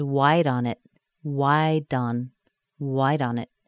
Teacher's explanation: I just made a D sound because of the vowel that comes after it.